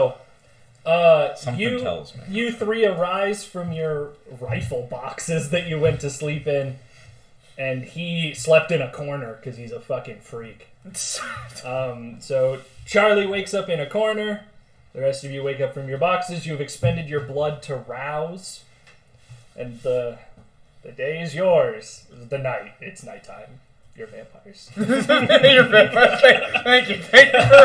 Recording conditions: poor microphone